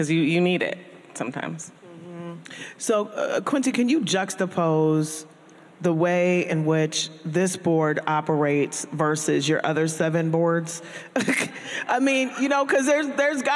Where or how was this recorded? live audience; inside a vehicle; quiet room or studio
live audience